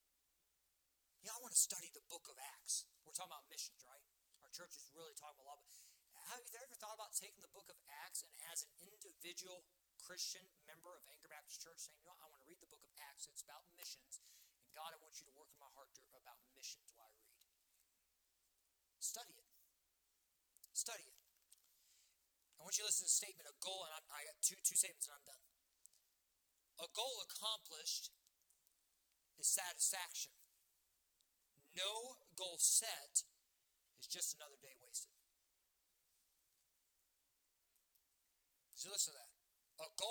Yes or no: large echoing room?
yes